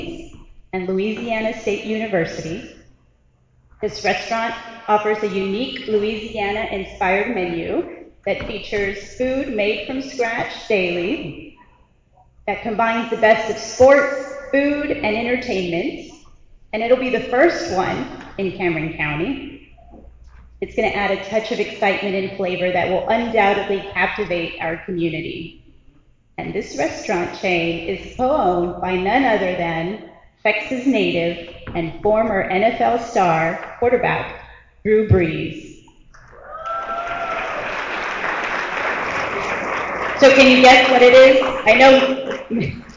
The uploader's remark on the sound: About 800 persons were in the audience.